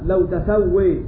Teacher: بفتح التاء وإمالة الألف الواقعة بعد الواو